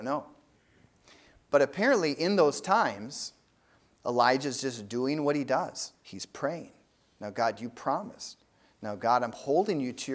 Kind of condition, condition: setting, large echoing room